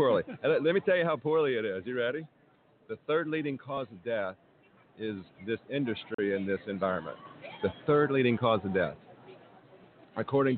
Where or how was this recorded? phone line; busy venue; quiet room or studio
busy venue